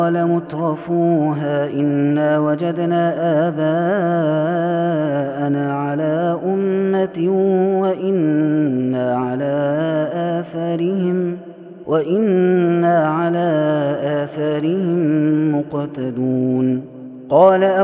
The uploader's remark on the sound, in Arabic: هذا التسجيل من صلاة التراويح